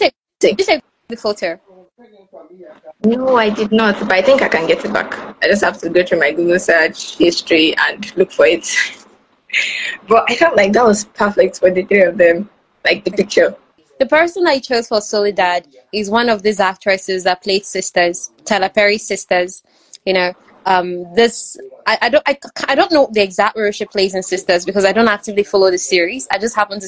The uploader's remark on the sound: I apologize for the breaking audio in advance. Nigerian network providers are so unreliable and many times, we have to record as we see it.